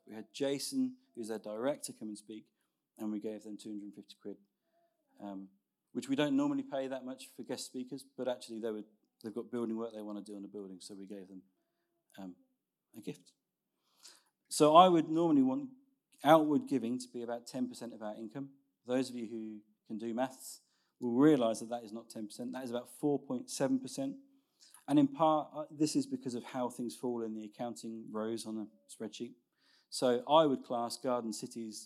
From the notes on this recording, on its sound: Recorded Sun 17th Sept at Saxon Hall, Raunds